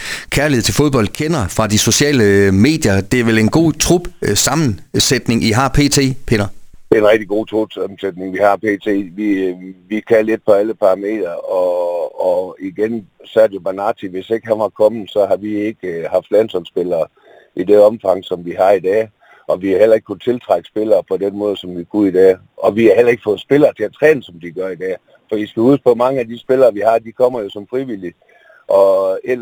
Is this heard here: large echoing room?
no